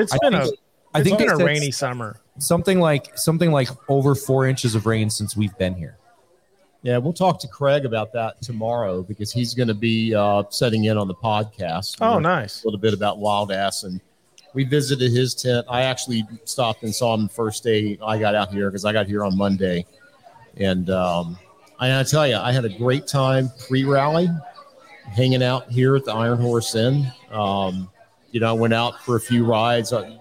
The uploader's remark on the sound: Live from the Iron Horse Inn! We're back with day 3 from The Iron Horse Inn in Whitewood!